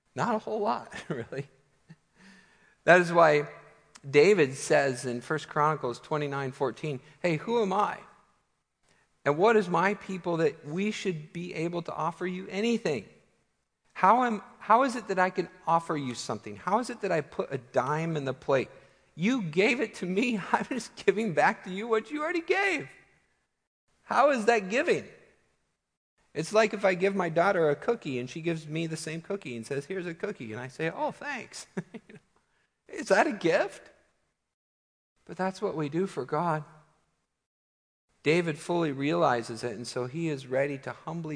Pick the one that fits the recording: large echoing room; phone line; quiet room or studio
large echoing room